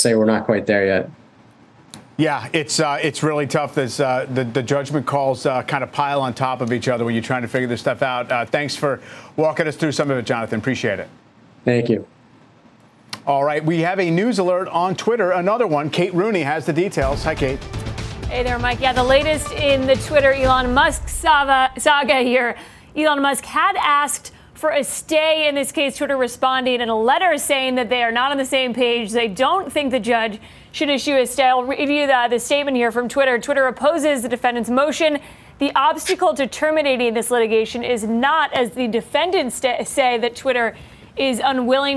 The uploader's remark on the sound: live from the New York Stock Exchange